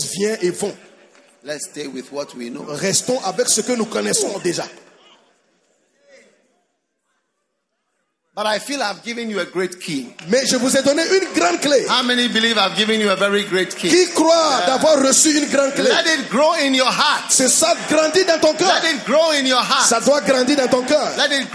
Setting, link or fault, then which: setting, live audience